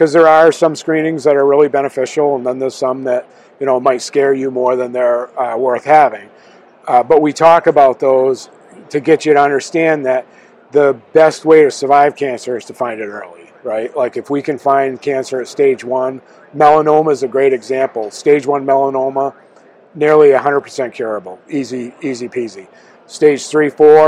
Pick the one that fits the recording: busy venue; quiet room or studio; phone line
busy venue